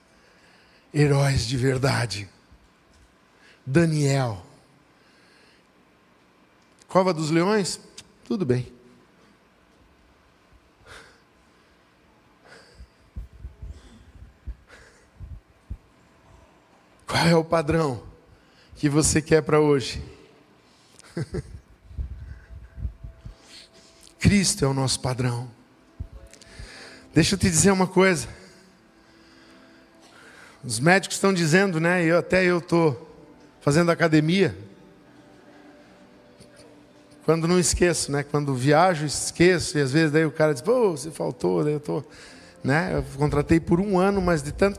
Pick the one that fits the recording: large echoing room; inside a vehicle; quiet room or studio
large echoing room